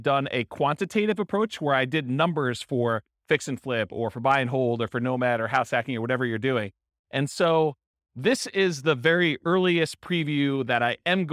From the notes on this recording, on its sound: This was a live class recorded